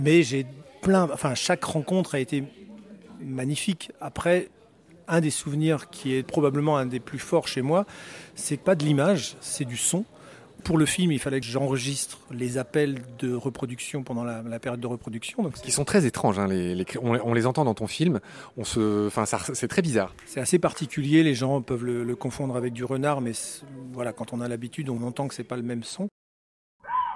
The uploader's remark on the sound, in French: mini-interviews réalisée au Festival Photo Montier